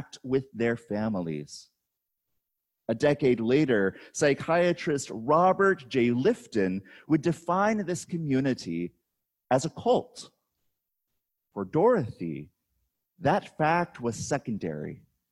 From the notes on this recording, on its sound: on August 16, 2020, at Hector Presbyterian Church